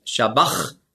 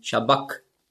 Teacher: Und das CH im Griechischen, das ist ja ein Buchstabe, das Chi, das hat man ausgesprochen so wie ein C hinten im Gaumen · Shown in: second take